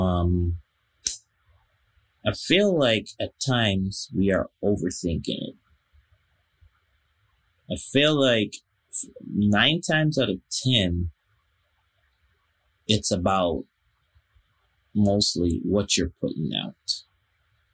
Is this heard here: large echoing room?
no